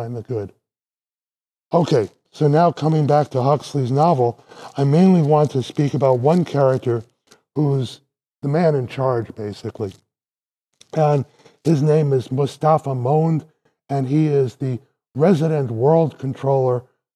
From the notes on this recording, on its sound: This lecture was given on March 8th, 2023 at Vanderbilt University.